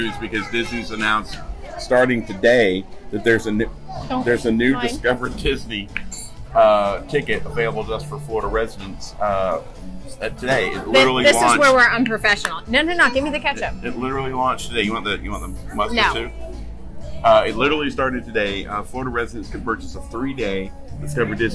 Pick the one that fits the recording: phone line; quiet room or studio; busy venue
busy venue